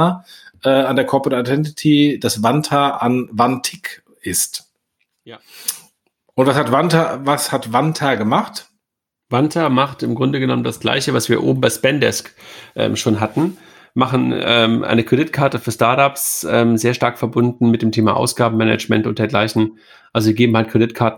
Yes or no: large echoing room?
no